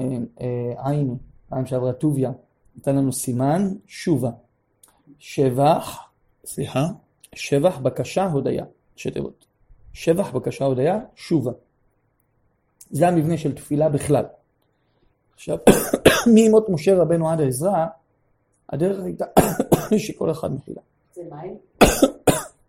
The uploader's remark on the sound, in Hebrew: הקלטה של השיעור בגבעת חיים. בבית משפחת פליישמן.